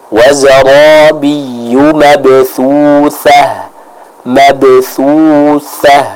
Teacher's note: dengan kita mempertemukan ujung lidah kita dengan ujung gigi seri bagian atas. · Term: huruf tha